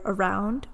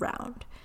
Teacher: the loss of an unstressed vowel at the beginning of a word · Shown in: second take · So for example, the loss of A from the word around, which created the word round.